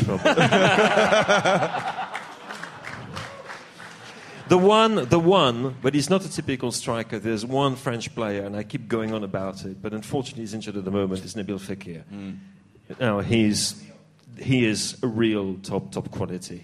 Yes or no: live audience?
yes